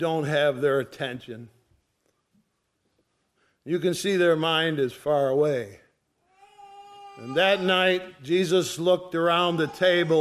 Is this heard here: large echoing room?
yes